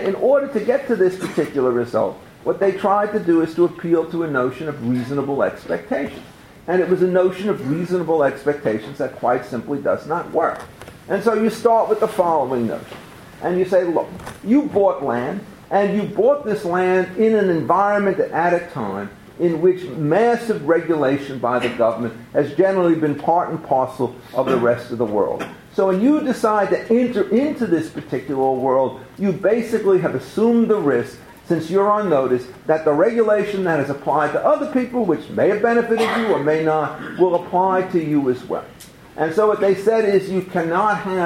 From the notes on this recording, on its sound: Recorded April 22, 2015, as part of the Chicago’s Best Ideas lecture series.